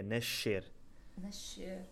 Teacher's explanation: Ou seja, no Brasil, entre o X e o c vocês escolheram um c. Nós, em Portugal, na maior parte do país, escolhemos o X, então fica nascer.